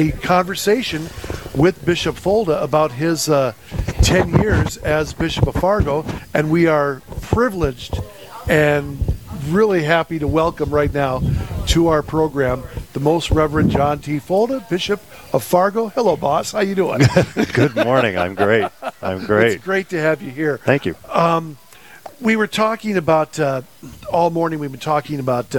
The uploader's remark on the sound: Live from "Putt 4 a Purpose,"